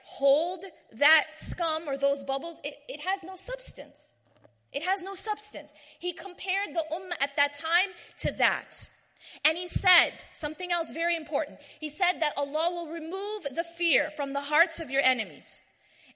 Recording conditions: live audience